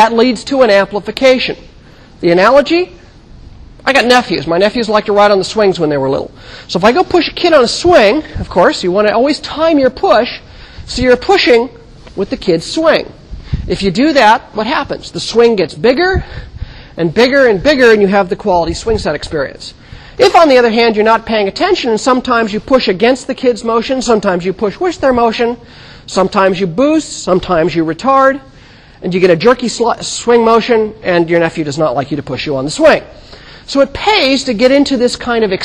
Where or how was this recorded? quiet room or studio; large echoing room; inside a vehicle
large echoing room